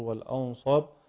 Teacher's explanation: وهنا ينتبه إلى تفخيم غنة النون وترقيق الهمزة التي قبلها